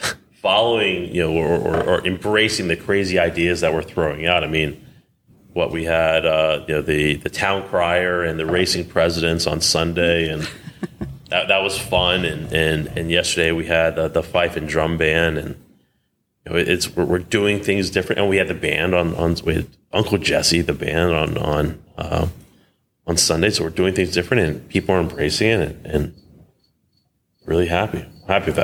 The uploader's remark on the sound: coming to you live from ACUMA's Annual Conference in the beautiful Gaylord Hotel in National Harbor, MD